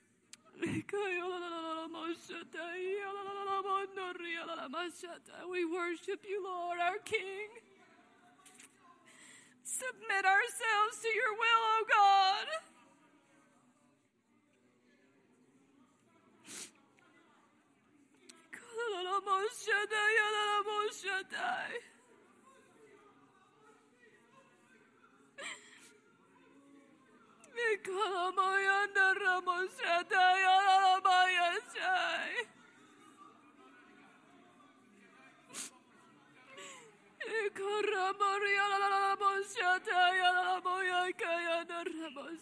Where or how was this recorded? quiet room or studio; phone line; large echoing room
large echoing room